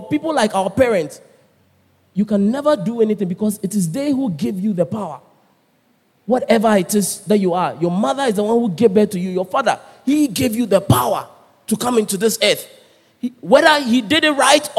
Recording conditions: large echoing room